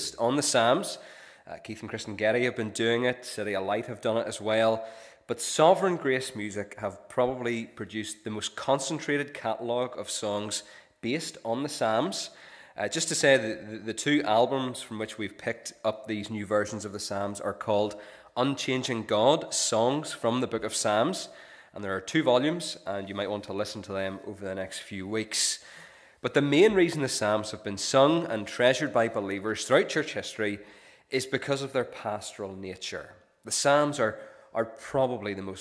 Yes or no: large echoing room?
yes